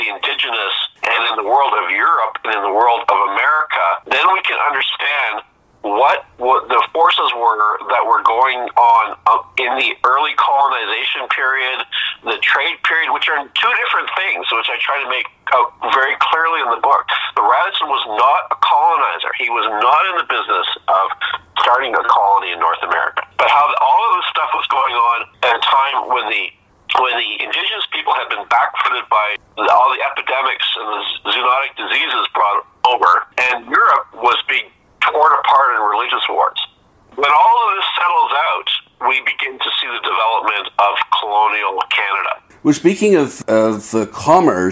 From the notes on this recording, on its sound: over the phone